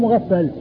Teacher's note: ومغفل على صيغة اسم المفعول والد عبد الله بن مغفل الصحابي عبد الله بن مغفل أبوه والده اسمه مغفل يعني الميم مضمومة والغين مفتوحة ثم فاء مشددة